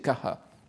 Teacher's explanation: Normalement, ça serait ka, mais en, dans les langues indiennes modernes, c'est kaha. · Term: visarga